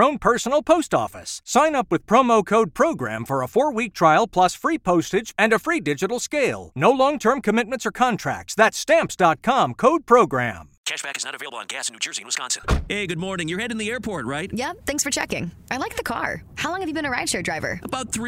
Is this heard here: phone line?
yes